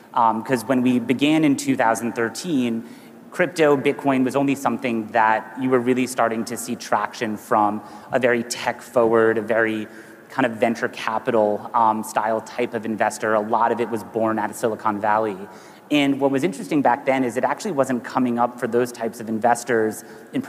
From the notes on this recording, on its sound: A Consensus 2023 panel